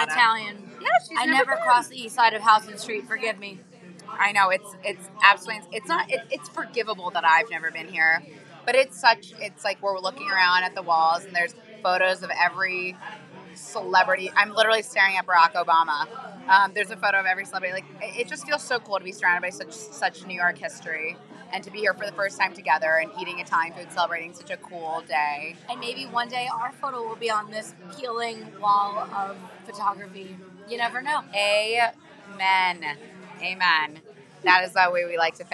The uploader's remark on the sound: Live from Emilio’s Ballato